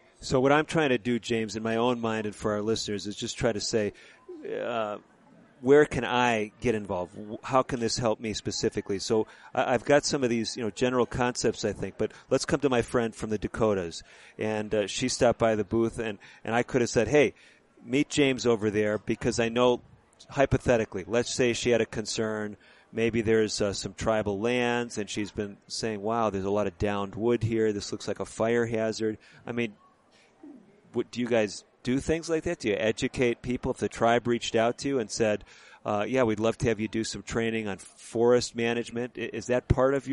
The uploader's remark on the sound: recorded at the 2019 NCAI Convention in Albuquerque, NM